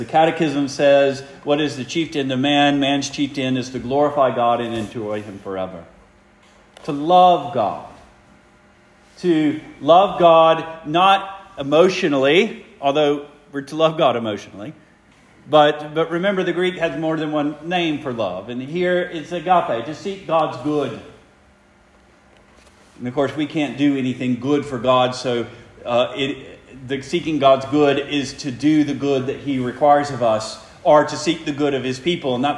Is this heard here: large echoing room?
yes